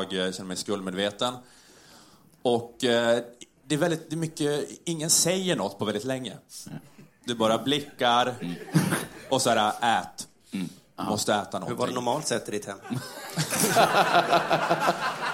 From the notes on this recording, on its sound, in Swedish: Här kommer resten av kvällen från Scalateatern, som spelades in live, den 19e oktober!